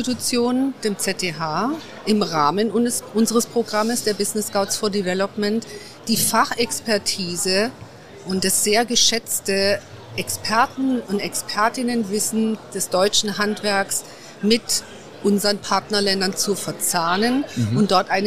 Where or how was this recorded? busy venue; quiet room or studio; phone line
busy venue